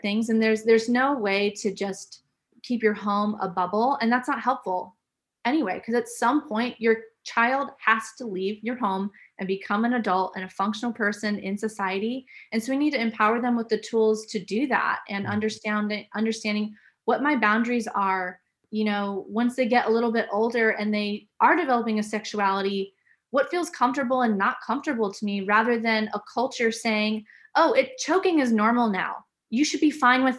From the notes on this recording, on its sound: This podcast was recorded online on the 4th May, 2021